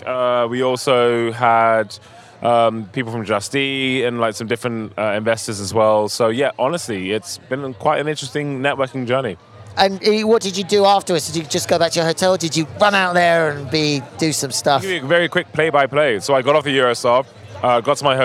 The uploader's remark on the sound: Recorded live on a Eurostar from London to Paris